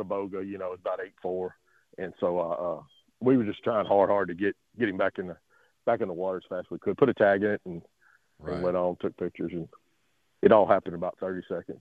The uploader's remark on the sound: Live from the Blind.